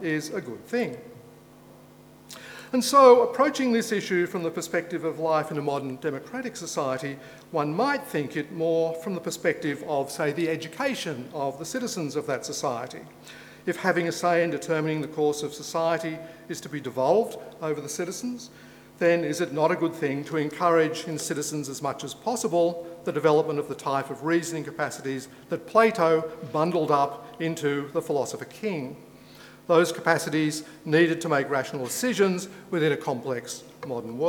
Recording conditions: live audience